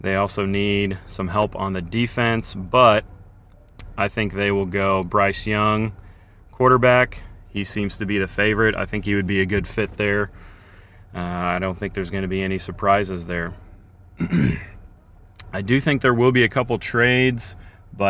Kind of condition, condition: setting, outdoors